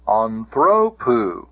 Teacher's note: And notice where the accent is, anthropou. Notice the ultima is long, and the accent cannot go back beyond the penult. It can't get back to the antepenult because the ultima is long.